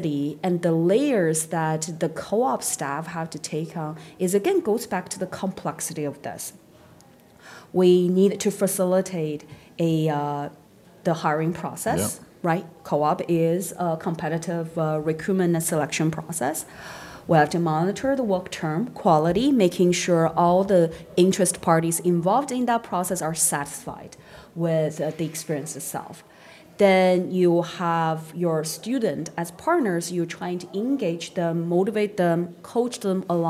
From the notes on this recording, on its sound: Live from the 2023 CEWIL Conference in Halifax, NS